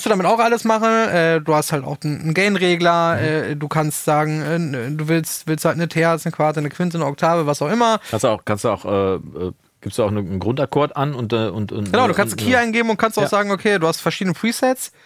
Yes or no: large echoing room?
no